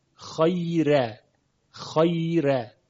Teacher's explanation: در تمام قرائات در حالت وصل حرف را تفخیم میشه چون مفتوحه، خیرا. اما در روایت ورش مصری به خاطر وجود یا، اون هم یا ساکن، حرف را در اینجا ترقیق میشود